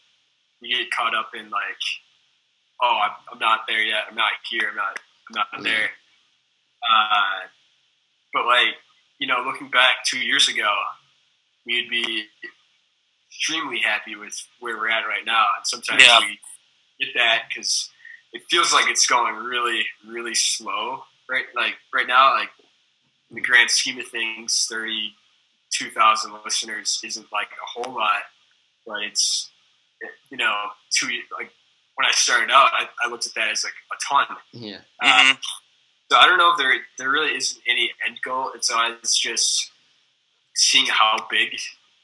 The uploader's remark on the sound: Apologies for minor technical difficulties throughout this episode.